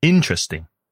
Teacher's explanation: in British English, interesting is often pronounced with three syllables. Interesting. The first syllable is stressed.